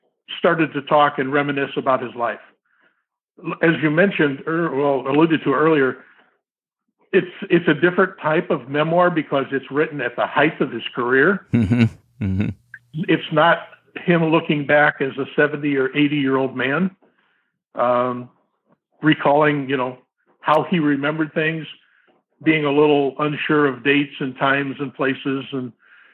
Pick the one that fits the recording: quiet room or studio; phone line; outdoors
phone line